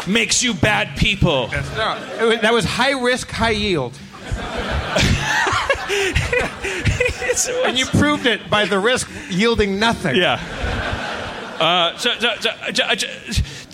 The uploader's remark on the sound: Live At Cobb's in San Francisco. Does the 13th annual San Francisco Sketchfest.